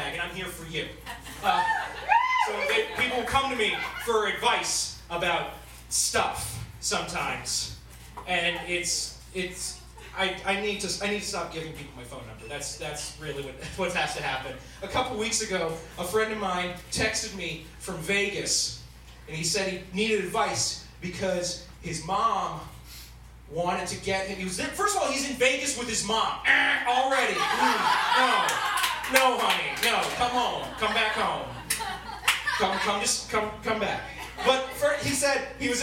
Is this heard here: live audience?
yes